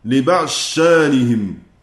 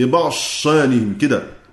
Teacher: يعني لا يبقى للضاد باقية · Shown in: first take · بعض المشايخ يقول لابد أن نبقي صفة الضاد أو صفة الاستعلاء في الضاد لبعض شانهم كده، يقولوا حتى لا تشتبه لبعد بالدال يعني. · Term: الإدغام المحض